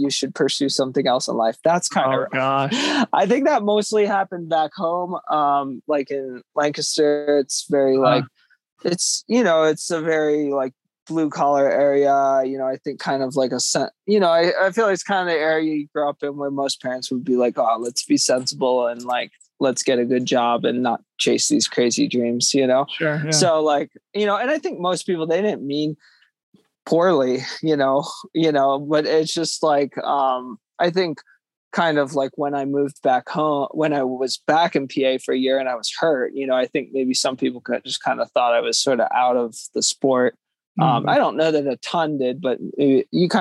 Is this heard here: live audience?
no